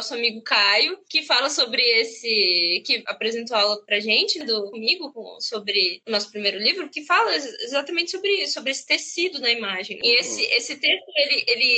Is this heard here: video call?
yes